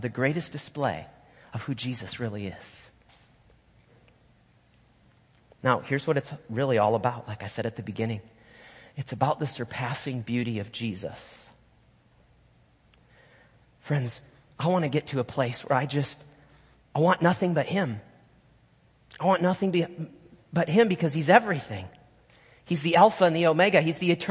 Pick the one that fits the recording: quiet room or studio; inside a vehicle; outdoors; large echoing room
large echoing room